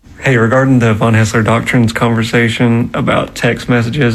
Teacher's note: He has a little bit of a vocal fry.